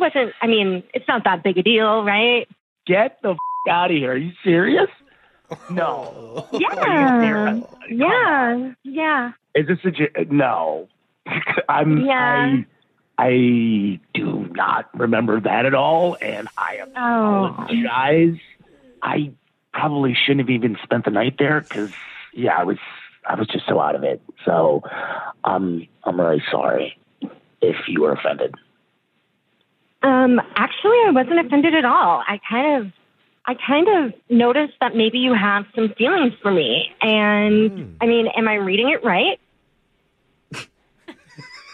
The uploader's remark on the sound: Awkward Tuesday Phone Call